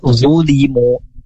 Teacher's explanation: Zulimu mirip dengan huruf za ya. Cuman dia tengah lidahnya itu terangkat. Dia punya sifat itbaq. Nampak zulimu lebih tebal suaranya.